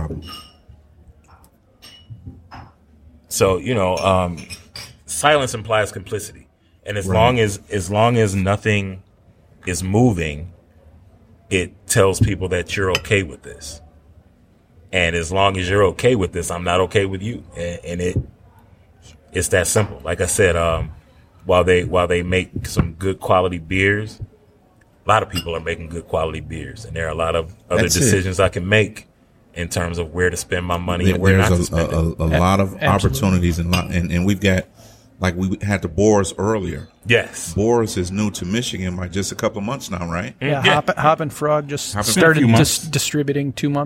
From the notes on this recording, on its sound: Live from One Under Craft Beer and Eats in Livonia